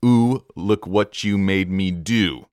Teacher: We have a really strong emphasis on that syllable ooh. First as the word ooh, and then as the word do.